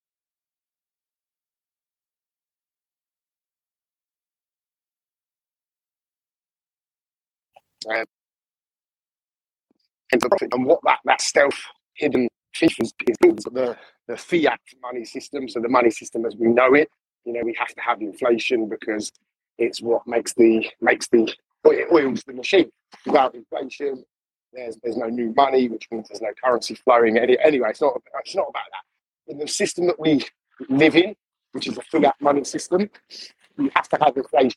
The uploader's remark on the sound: Poor audio but good info sorry. Poor audio guys sorry!